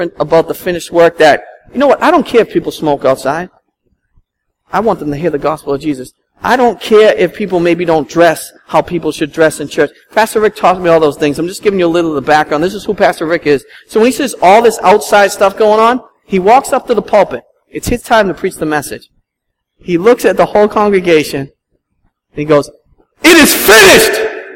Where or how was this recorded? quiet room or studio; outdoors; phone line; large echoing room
large echoing room